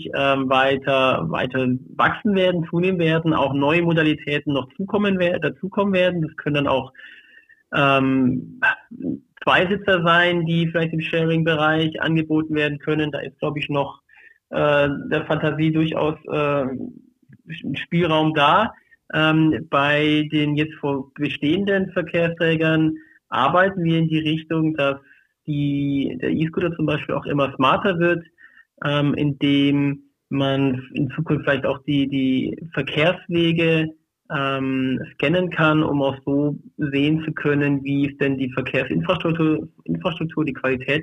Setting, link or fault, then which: link, phone line